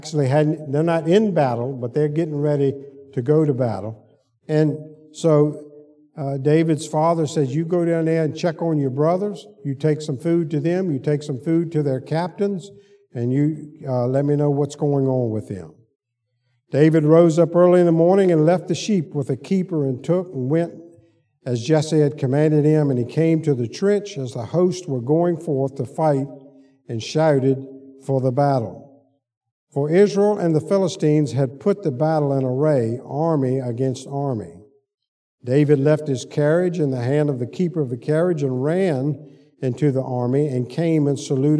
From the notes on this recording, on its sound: Sunday school lecture